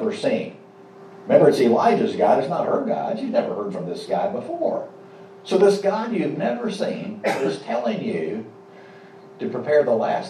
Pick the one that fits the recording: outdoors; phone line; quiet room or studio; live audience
live audience